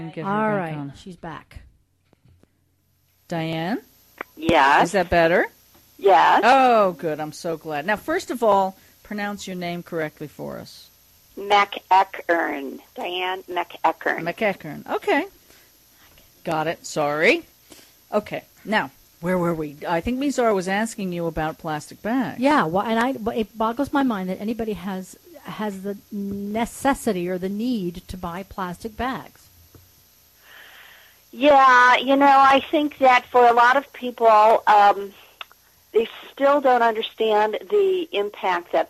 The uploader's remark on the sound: call in as our Green Dude this week